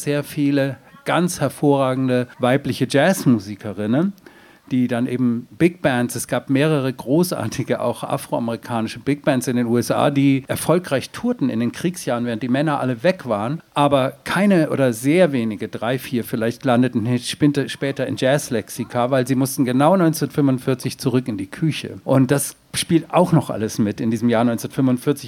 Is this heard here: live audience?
yes